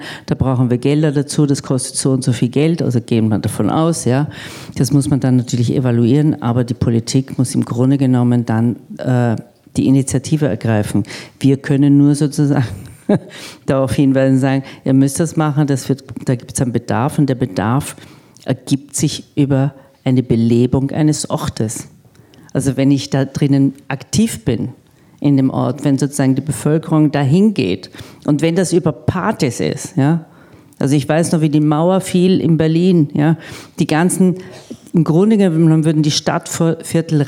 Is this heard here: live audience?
yes